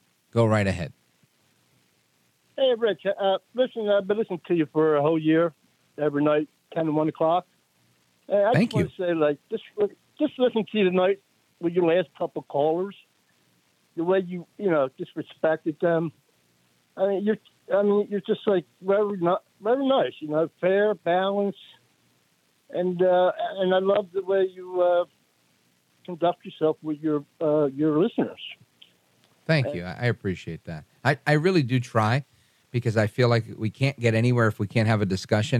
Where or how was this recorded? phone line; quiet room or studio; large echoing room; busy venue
phone line